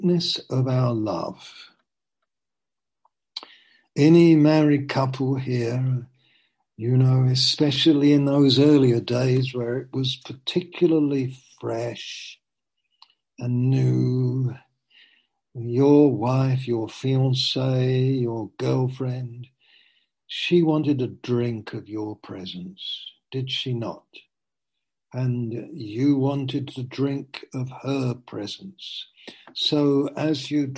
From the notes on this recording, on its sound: Zoom. Teign Valley Sessions.